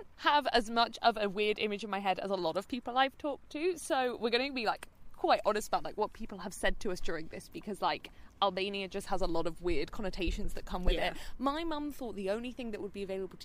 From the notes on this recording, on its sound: We would go to Albania and record an episode in a forest. Apologies that the audio quality during the bit we recorded in an Albanian forest isn't great, it does get better in the main episode.